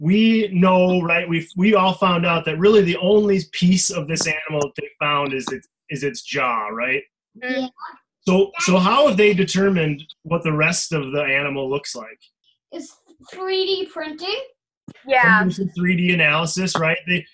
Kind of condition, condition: link, video call